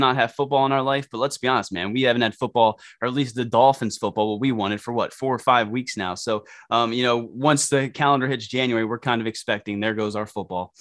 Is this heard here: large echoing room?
no